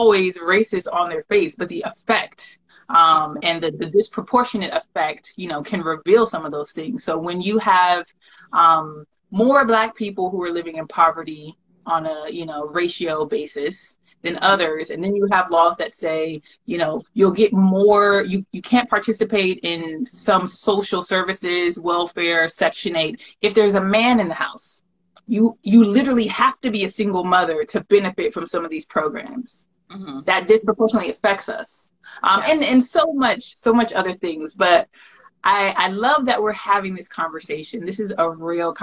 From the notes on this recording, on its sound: the audio from an Instagram live